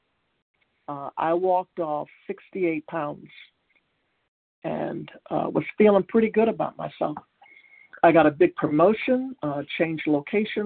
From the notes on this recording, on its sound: Qualification from the 100 Pounders Phone Meeting.